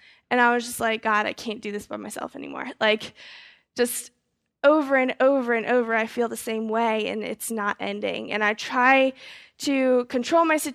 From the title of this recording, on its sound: GoldRush 2011 Seminar - Fellowship Hall E/F